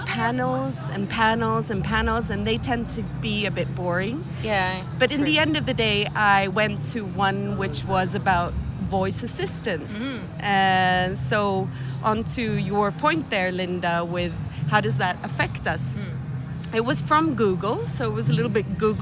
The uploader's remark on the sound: Recorded on Friday the 9th of March, on a pulsating Austin street. Right in the middle of the SXSW festival.